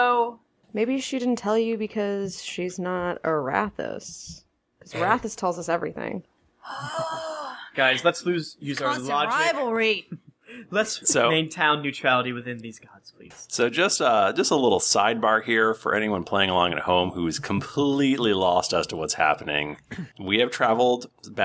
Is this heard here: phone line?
no